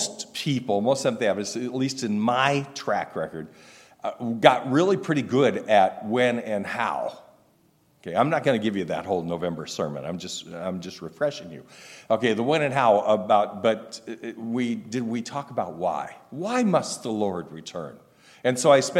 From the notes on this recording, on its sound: recorded August 19, 2023, at Ringgold Seventh-day Adventist Church